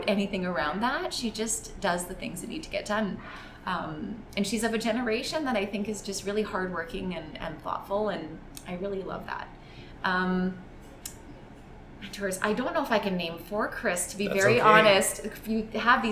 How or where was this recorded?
busy venue